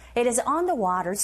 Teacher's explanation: It is 약하고요. Store 강하죠.